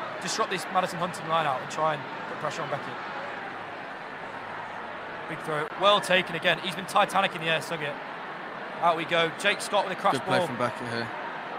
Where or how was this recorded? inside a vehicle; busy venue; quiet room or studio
busy venue